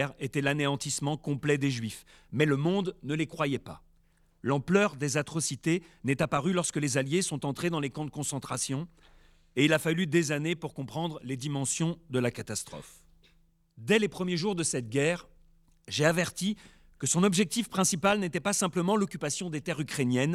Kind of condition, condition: setting, large echoing room